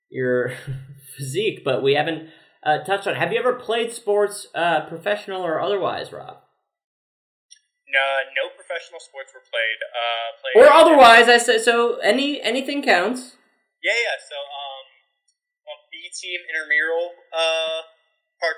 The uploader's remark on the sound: This episode's audio is a little funky.